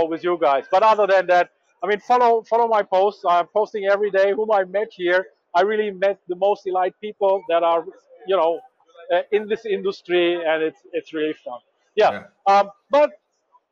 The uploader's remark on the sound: Overview of JEC World from the showfloor. “Welcome to the Composites Lounge live from the JEC.